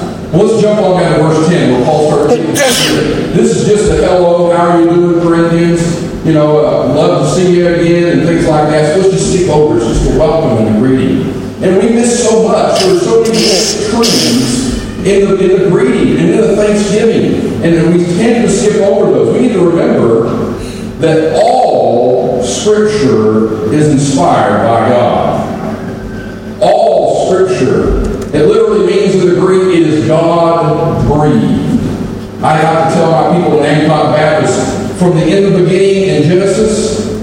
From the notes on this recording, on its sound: Apologies for the unusually poor audio quality! Apologies for the poor sound quality today!